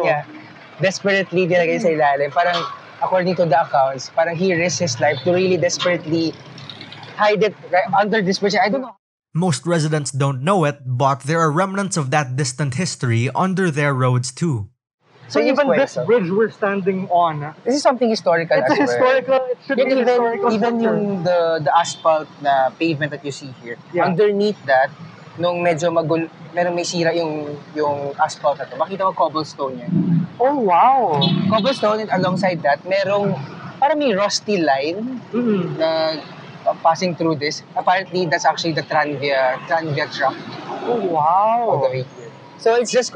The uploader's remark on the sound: a walking tour of San Nicolas